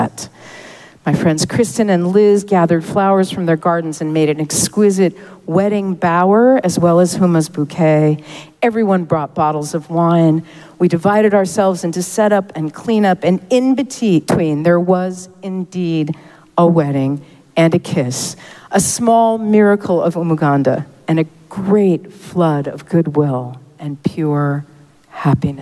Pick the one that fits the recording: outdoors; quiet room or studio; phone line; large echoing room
large echoing room